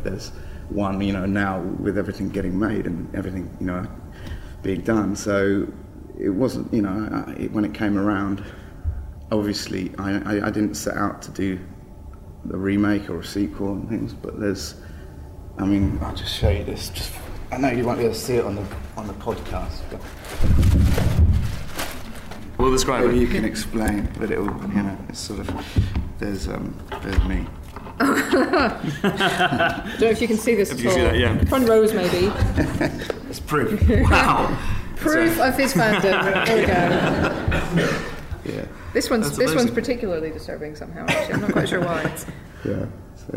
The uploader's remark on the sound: Edinburgh Live Special